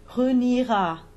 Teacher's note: But I knew it sounded really wrong to make a J-glide to a schwa. So, rather than a J-glide, this I becomes the only vowel we pronounce in that syllable